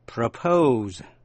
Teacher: Âm thứ nhất đọc là ơ, propose. Âm thứ nhì đọc là ô.